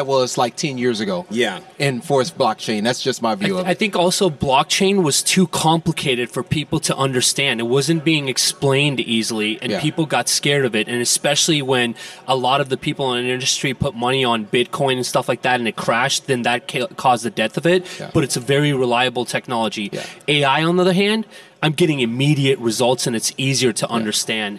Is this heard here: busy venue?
yes